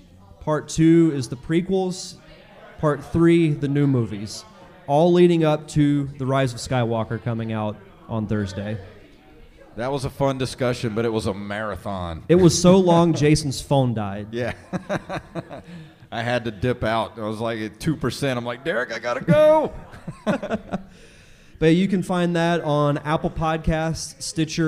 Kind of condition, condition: setting, live audience